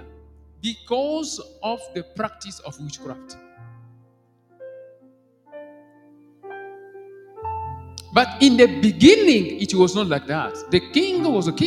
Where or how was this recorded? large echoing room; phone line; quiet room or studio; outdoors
large echoing room